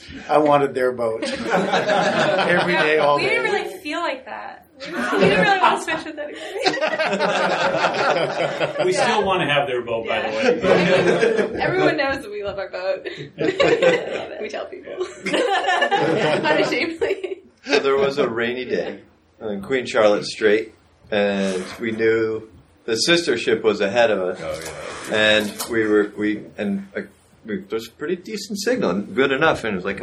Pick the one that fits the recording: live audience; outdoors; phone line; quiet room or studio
live audience